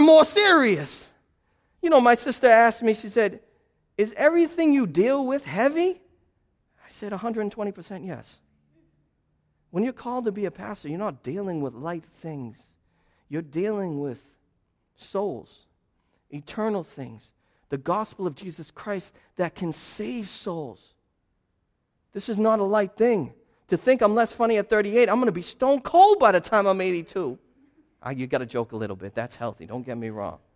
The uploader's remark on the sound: This sermon was preached as a part of a sermon series through the book of 1 Timothy entitled Disciple: Maturing with Timothy at Restoration Road Church on January 22.